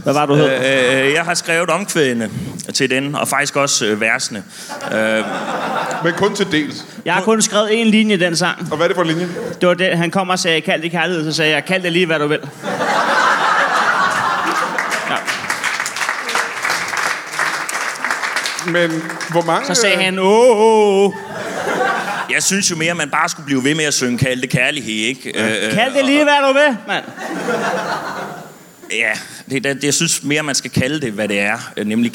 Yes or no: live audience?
yes